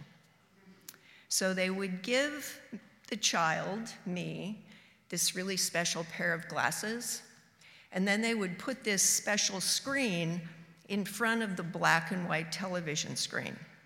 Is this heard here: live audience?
yes